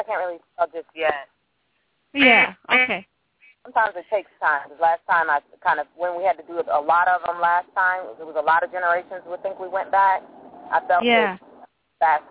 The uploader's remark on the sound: Takes your calls for healing live today!